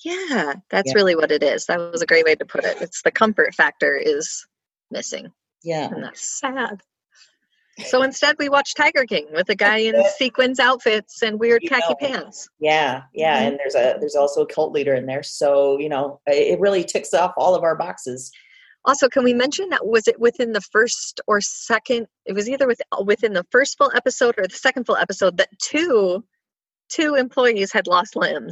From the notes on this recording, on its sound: Got on a Zoom call and recorded the second part of our special Quarantine edition of Broads and Books.